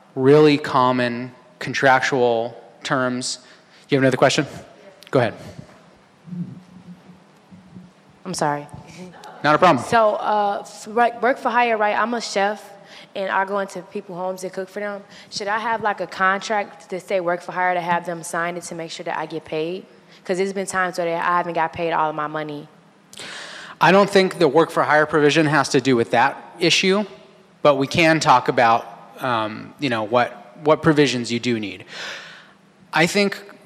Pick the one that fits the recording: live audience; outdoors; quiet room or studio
live audience